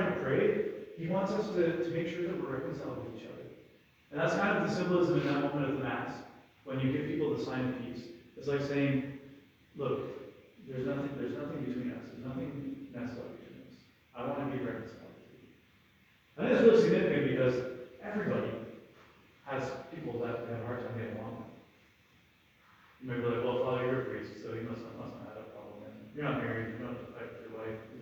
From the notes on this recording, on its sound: Apologies for the rough audio. This homily was part of a teaching Mass for grade 12 students.